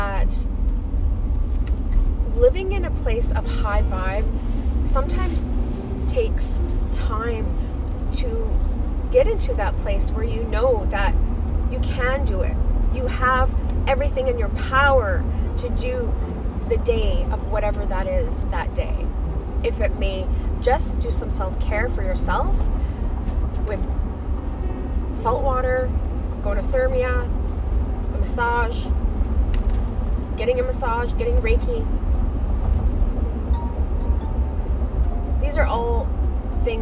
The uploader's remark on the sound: I was driving to work on the episode so be mindful